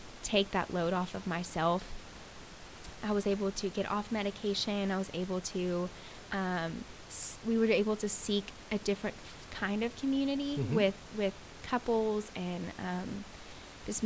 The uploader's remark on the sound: Please forgive the underlying static on this recording.